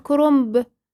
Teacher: هي تتكتب بالنون ولكن تتنطق بالميم